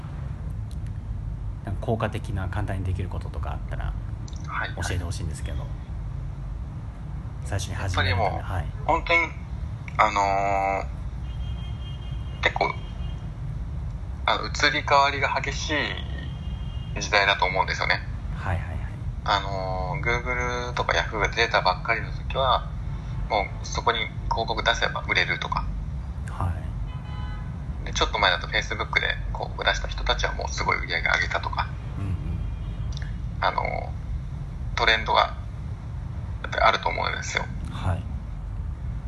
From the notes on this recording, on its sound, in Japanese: ベトナムと日本の国際電話の音声です